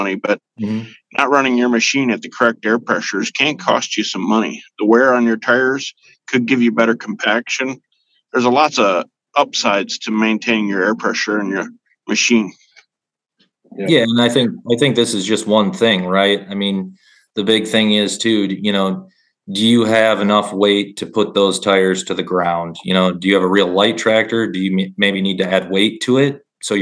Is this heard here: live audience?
no